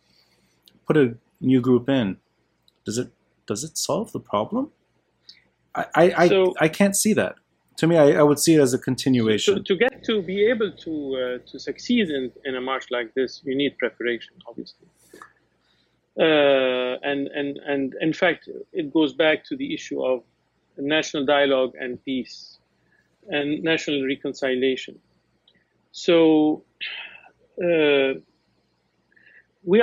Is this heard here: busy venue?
no